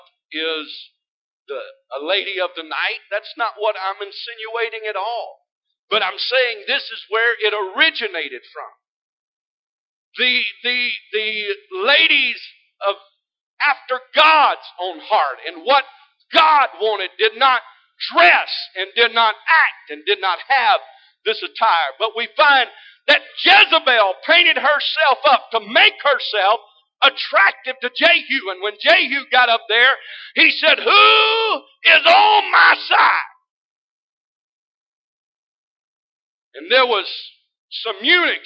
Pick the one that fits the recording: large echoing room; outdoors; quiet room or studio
large echoing room